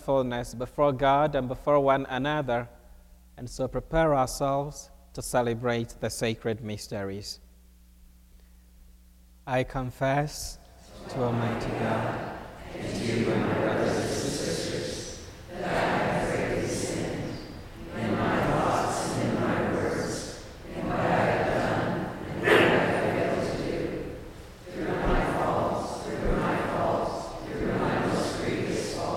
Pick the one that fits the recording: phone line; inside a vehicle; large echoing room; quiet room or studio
large echoing room